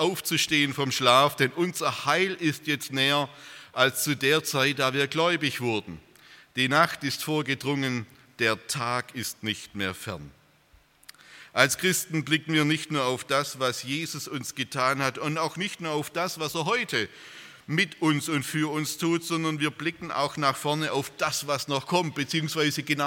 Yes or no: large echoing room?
yes